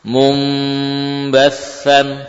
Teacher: Jadi bukan hanya mengganti nun dengan mim, namun juga menambah ukuran gunah. · Term: iqlab